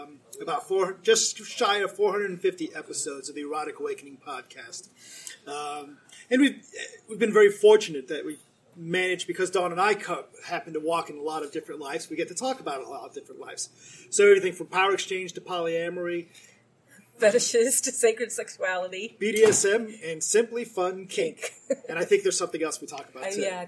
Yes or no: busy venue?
yes